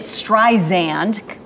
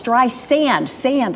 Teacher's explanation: Siri pronounced it Streisand, more with a Z sound, and she's like, no, it's Streisand, sand, like the beach